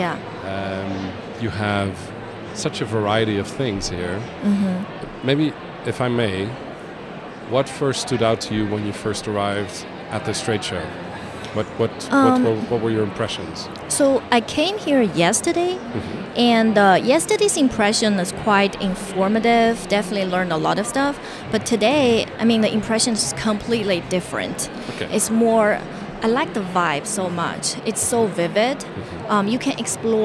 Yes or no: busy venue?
yes